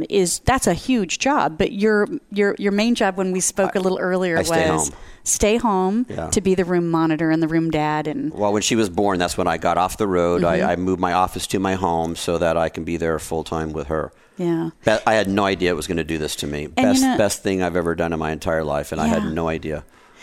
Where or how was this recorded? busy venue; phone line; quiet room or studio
busy venue